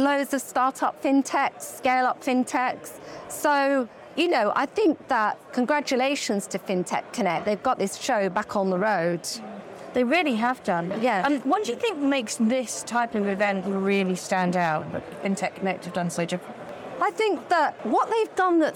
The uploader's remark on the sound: Live from FinTech Connect.